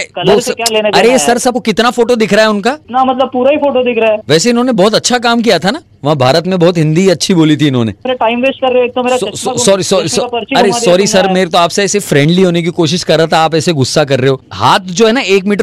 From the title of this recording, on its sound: Prank Call